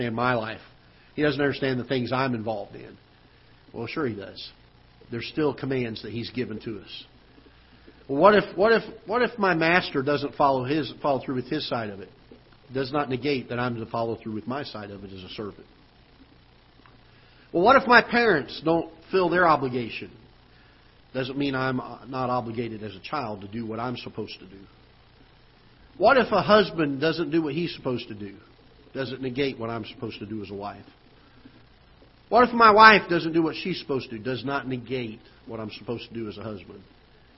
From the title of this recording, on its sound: Ketha Heights Baptist Church ~ Live Broadcast